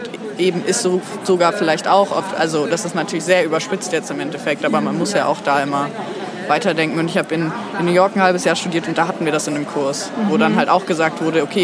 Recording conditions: busy venue